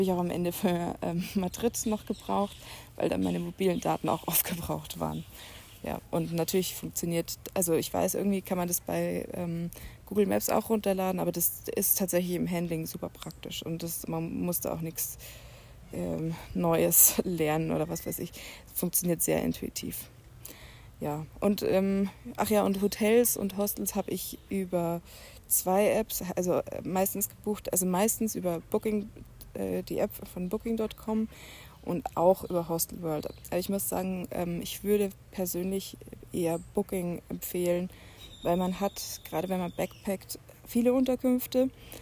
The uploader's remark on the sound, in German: Fast live aus der Hängematte im Hostelgarten